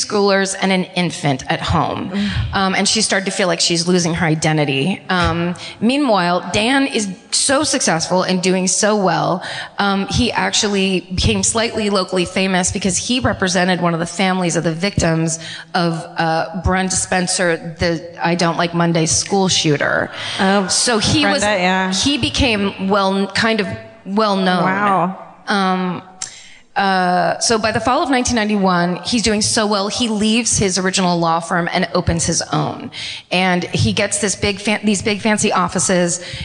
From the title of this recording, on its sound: Live at the Balboa Theatre in San Diego